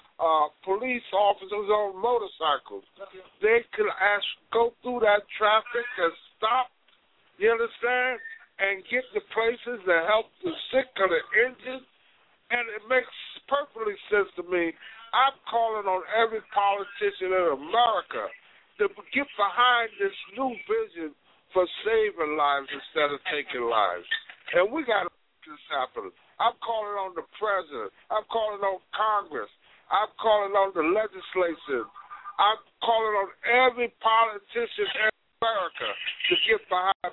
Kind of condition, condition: link, phone line